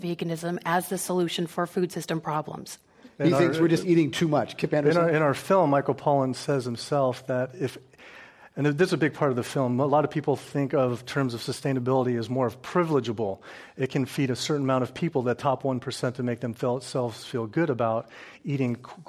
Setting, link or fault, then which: setting, live audience